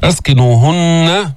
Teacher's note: لابد من بيان الغنة في النون المشددة